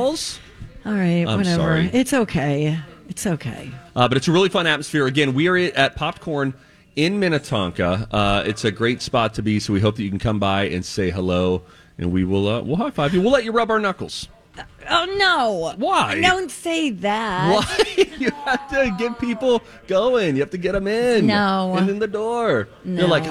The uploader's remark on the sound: On Location at Popped Corn in Minnetonka